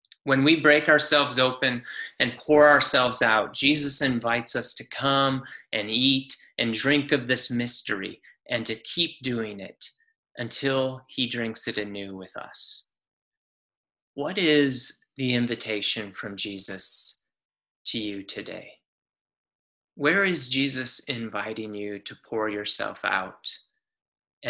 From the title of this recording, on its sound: Palm Sunday Zoom Church